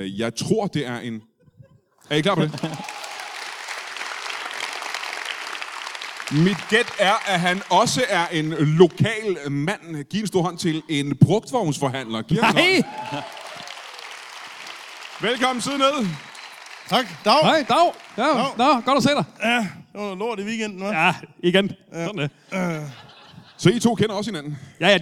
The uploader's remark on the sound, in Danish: LIVE fra Esbjerg